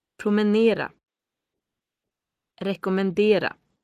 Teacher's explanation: Some verbs have the suffix era, which takes the stress.